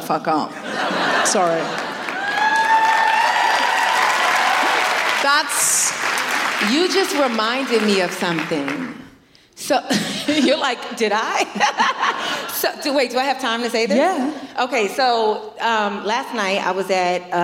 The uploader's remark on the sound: Recorded 12 January 2020 at Danforth Music Hall in Toronto.